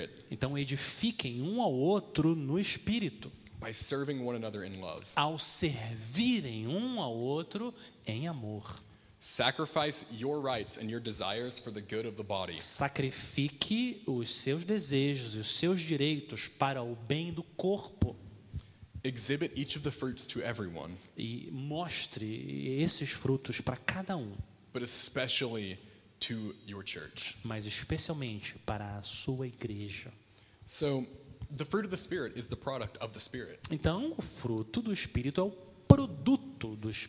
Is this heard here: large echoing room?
yes